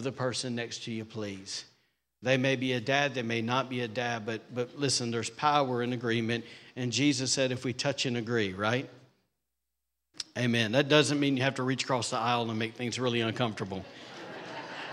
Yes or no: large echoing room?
yes